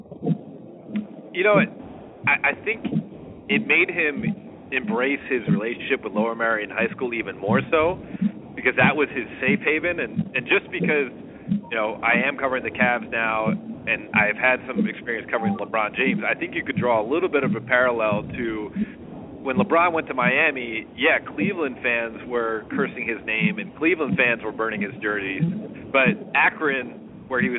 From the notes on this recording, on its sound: In spite of some audio issues